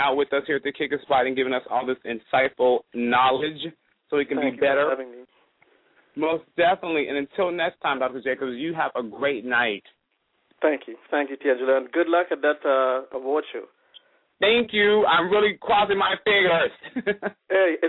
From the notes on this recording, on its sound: a veteran calling in LIVE from Afghanistan